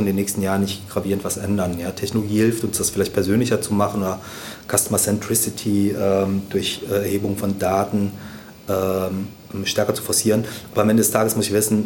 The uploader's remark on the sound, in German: Beim OMR Festival in Hamburg